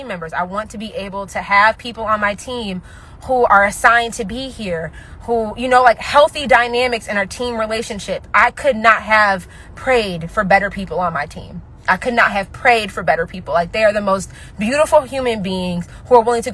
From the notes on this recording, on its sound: I recorded this episode while running errands